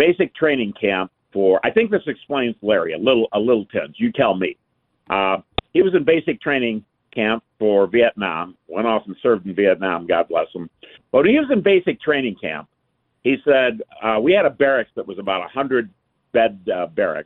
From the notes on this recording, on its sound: more of your phone calls